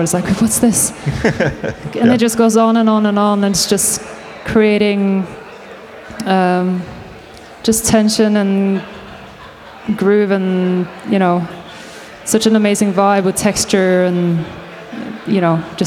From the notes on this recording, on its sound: Dekmantel Festival 2022 x Echobox. During the Echobox live radio broadcast at Dekmantel Festival 2022.